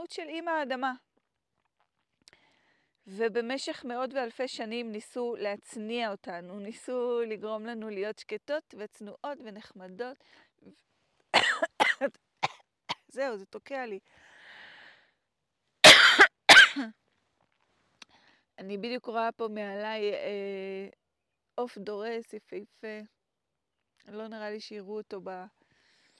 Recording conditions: outdoors